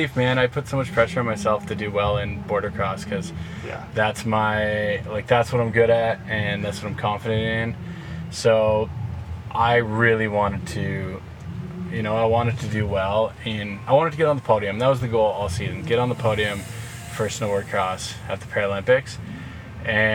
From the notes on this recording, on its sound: This episode was recorded in person just behind the event venue at the Oceanside Pier and includes the full sounds of a SoCal Beach town - Harleys, electric bikes, lifeguard trucks, boom boxes, skateboards, event announcers, and of course, the surf.